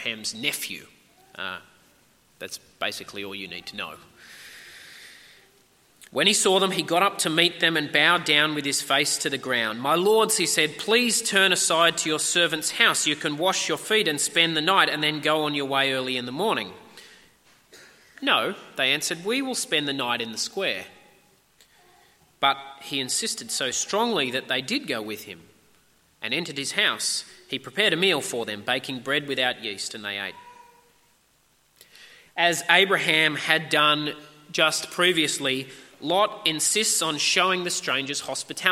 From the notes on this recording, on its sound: At a 10am service